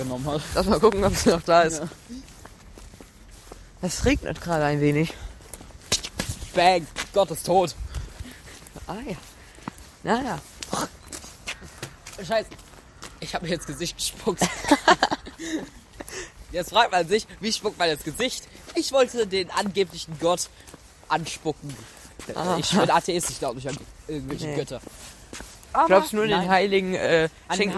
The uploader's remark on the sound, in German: sind wieder durch den Ort gelaufen und haben mehr als 100 Minuten Podcast aufgenommen